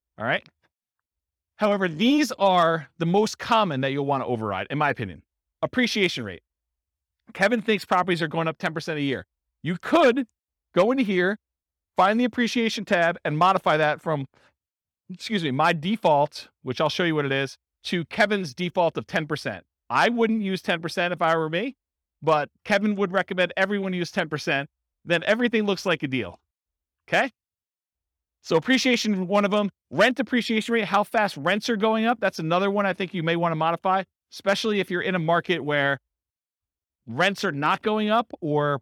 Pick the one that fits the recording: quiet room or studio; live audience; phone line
live audience